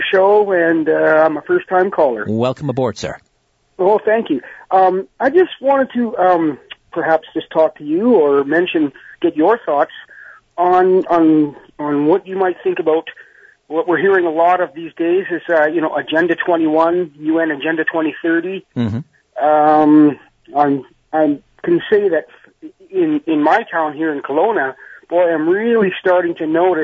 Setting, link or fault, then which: link, phone line